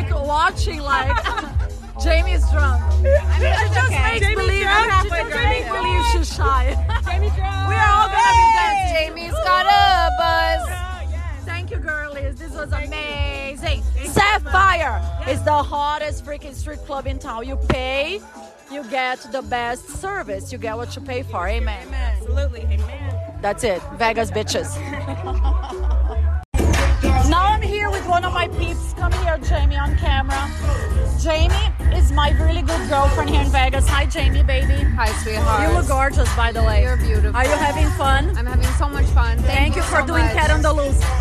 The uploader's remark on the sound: LIVE EPISODE FROM THE HOTTEST POOL PARTY IN VEGAS.